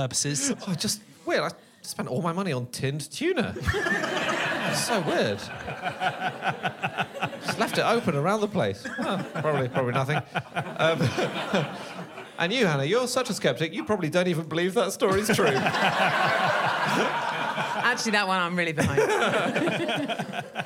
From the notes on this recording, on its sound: recorded over the summer at the Soho Theatre in London